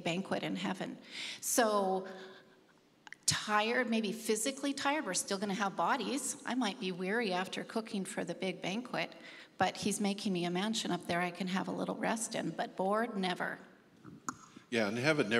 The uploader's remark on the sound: Our panel of ministry staff took the stage